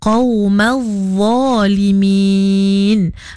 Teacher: Tapi za tu kita kena tebalkan bunyinya lah.